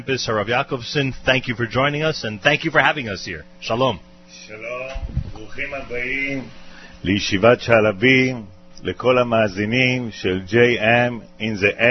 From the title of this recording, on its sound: Live from Yeshivat Sha'alvim in Israel